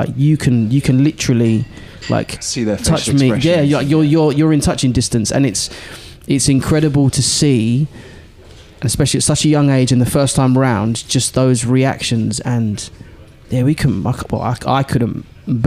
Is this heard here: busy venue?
yes